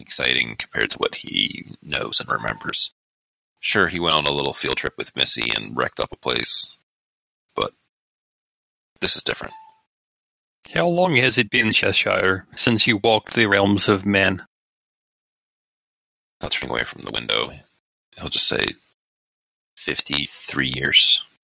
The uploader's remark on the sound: Audio quality isn't the best - Bots have bottom priority for Discord bandwidth and we've done what we can for the issues we were seeing.